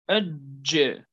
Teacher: الجيم ينقفل المخرج انقفالا تاما